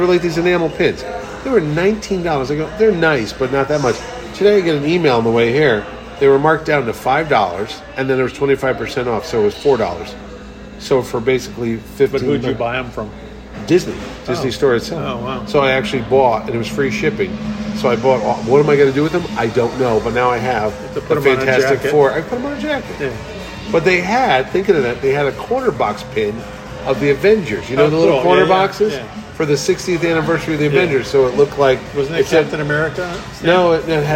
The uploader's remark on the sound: Back at Colony Grill.